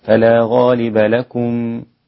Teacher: ليس فيها غنة الميم ساكنة مش مشددة